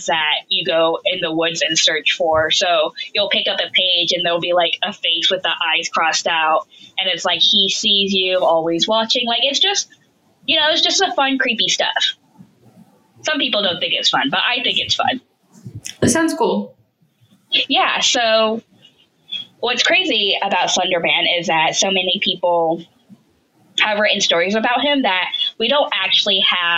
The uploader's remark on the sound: Decreased audio quality due to inclement weather in the south.